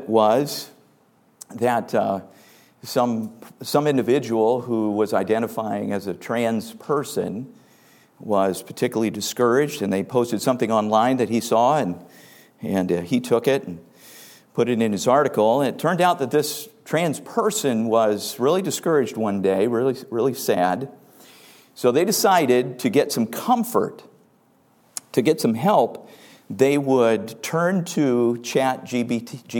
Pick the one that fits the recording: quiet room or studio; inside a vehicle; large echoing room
large echoing room